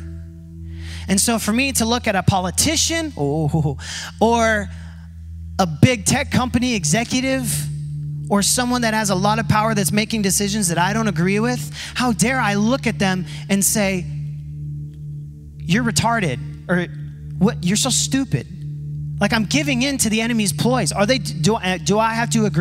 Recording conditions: large echoing room